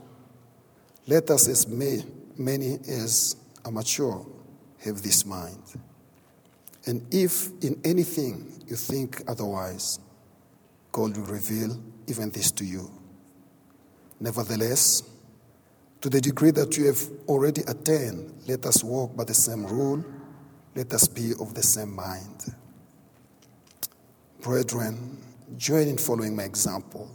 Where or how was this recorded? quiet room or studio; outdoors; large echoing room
large echoing room